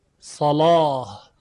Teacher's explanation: در روایت ورش مصری این لام تفخیم یا تقلیز می شود